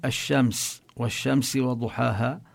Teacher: أما الحروف التي تضغم فيها هذه اللام يقال لها الحروف الشمسية، يعني كما نقول الشمس والشمس وضحاها، فهنا لا تلفظ اللام